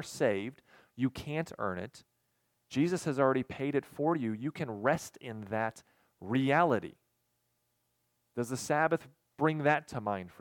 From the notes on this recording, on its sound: recorded on August 27, 2022, at Ringgold Seventh-day Adventist Church